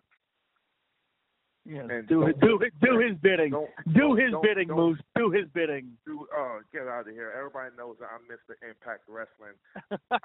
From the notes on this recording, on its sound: Media Teleconference Interview